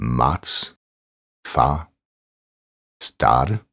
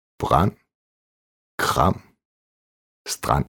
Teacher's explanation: Åben A-lyd, som dannes i bagerste del af munden. A plus R. Eksempel.